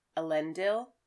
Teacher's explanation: the stress goes on the second to last syllable